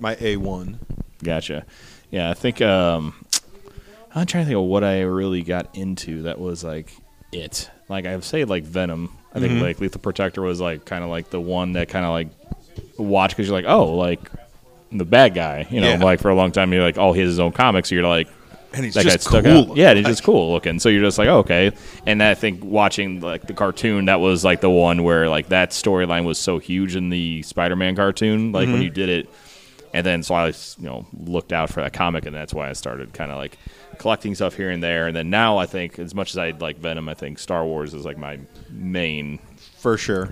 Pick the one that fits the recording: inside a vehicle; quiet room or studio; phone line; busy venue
busy venue